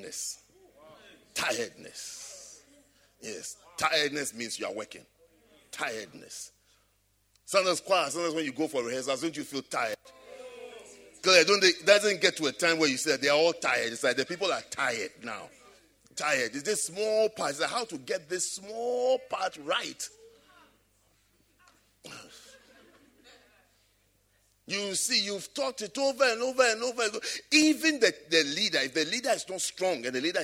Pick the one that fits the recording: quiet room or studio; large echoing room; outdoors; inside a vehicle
large echoing room